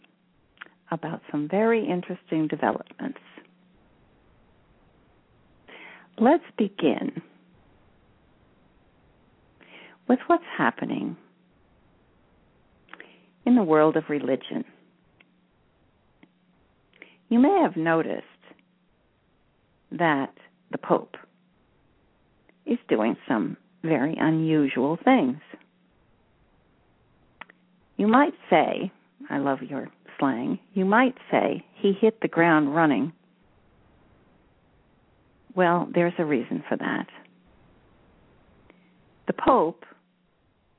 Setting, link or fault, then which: link, phone line